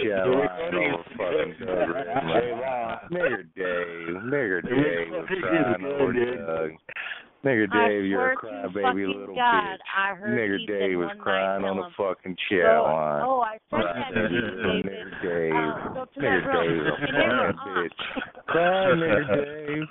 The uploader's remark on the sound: Conference Call